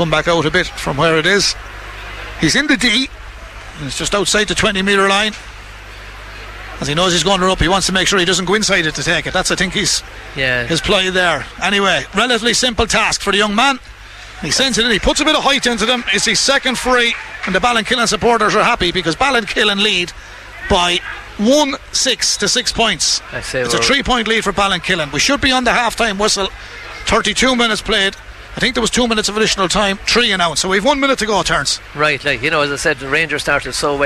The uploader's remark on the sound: We were live in Netwatch Cullen Park